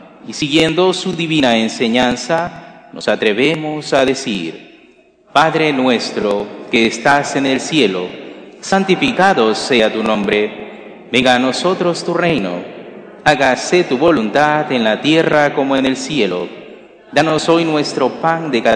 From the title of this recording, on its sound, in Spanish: Santa Misa del jueves 3/8/2023, Iglesia de María Virgen Madre